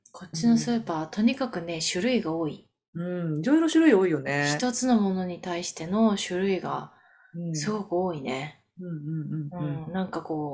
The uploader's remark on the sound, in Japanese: ズームでお送りしたため、音質は少し落ちてしまいます。